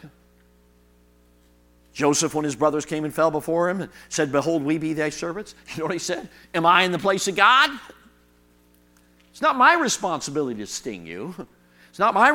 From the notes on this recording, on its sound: delivered at the 2023 Thee Generation Youth Summit at Falls Baptist Church in Menomonee Falls, WI